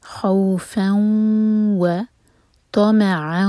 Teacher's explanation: فا پر فتح کی تنوین اس کے بعد ہے واو تو ادغام غنہ کے ساتھ